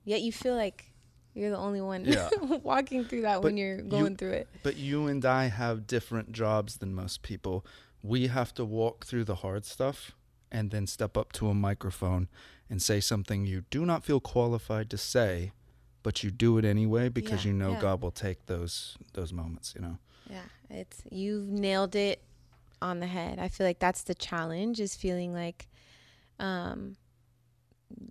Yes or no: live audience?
no